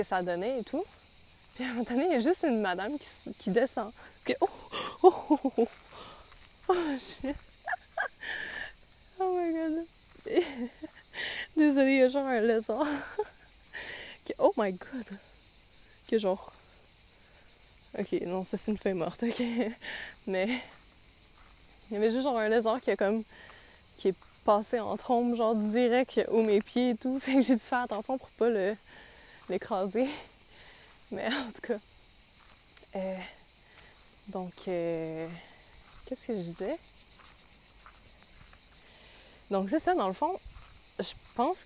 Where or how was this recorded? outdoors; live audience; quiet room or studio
outdoors